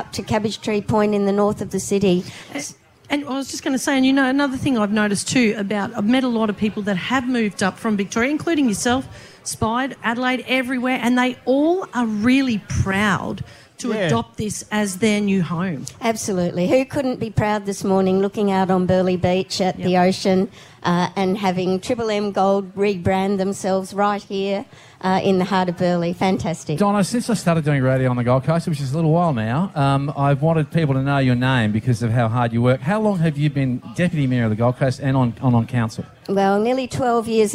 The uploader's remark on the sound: live this morning from the iconic Burleigh Surf Life Saving Club